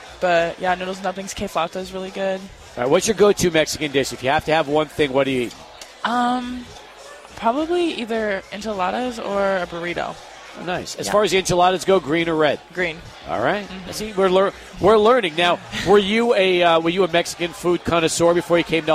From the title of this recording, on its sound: Live at Union Drafthouse Sunland